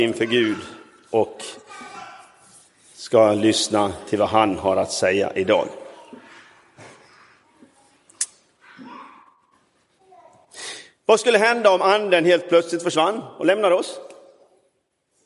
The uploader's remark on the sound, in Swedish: Inspelad i Roseniuskyrkan den 21 maj 2023.